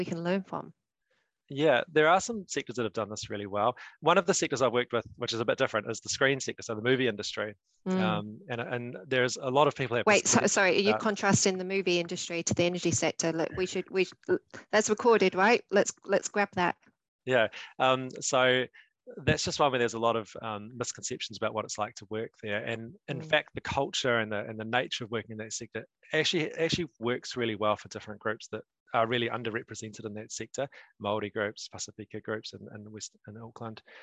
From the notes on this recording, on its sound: this is a recording from a Zoom Panel, and includes a Q&A session with the audience